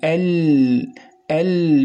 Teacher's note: سوف ينحرف ذلك الصوت عن اليمين وعن اليسار في اللام، وسوف ينحرف. إذن الانحراف في صوت اللام سوف يكون إلى جانبي طرف اللسان، يعني يكون خارج اللسان صوت عفوا، فيعترضه اللسان فينحرف ذلك الصوت اللي هو خارج، فينحرف ذلك الصوت إلى جانبي طرف اللسان.